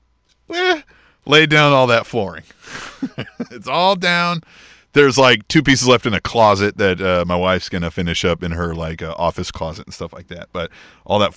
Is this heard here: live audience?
no